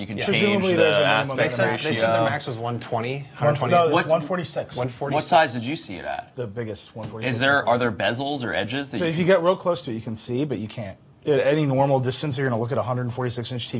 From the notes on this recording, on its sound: CES 2018. What we did do was collect a bunch of audio recorded throughout the show — including clips from Circuit Breaker Live — to give you an idea of what it’s like to be at CES, and what kinds of things we saw this year.